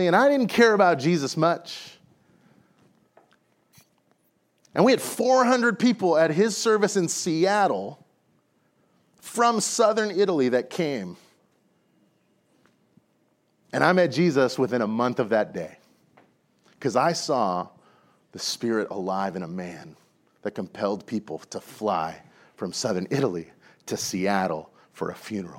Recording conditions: large echoing room